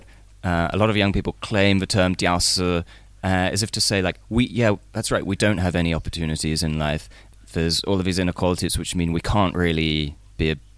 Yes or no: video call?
no